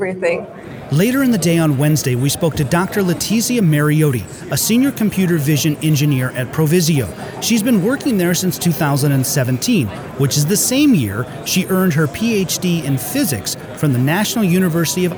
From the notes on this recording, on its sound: Live from the Autoworld Museum in Brussels, Belgium. At AutoSens and InCabin.